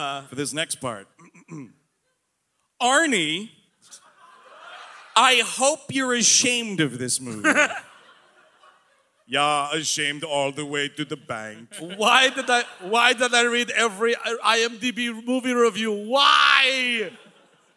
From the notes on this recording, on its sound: Live in Portland. The gang is live from majestic Portland, Oregon. Recorded on the recent west coast tour at the beautiful Aladdin Theater.